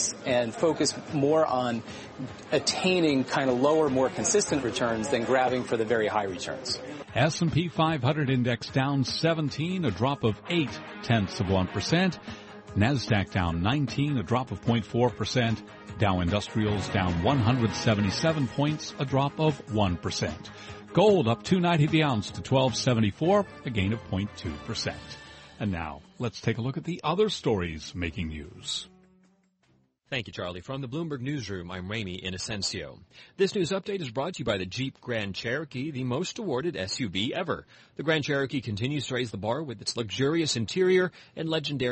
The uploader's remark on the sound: Broadcasting live from Elbow Beach Bermuda.